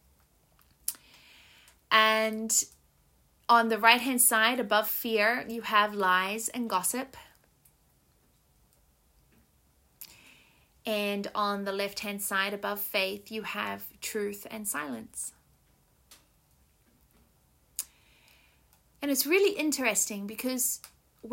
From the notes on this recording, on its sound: It was recorded on a cool Canadian spring morning and you can hear the fire crackling in the background.